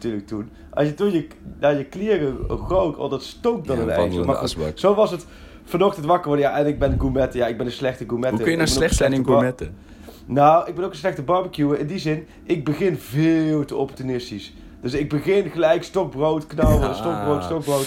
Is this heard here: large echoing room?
no